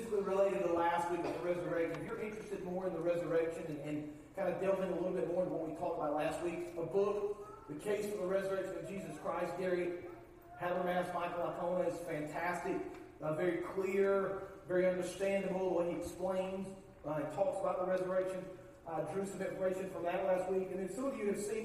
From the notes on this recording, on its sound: Please forgive the audio difficulties in the beginning of the sermon.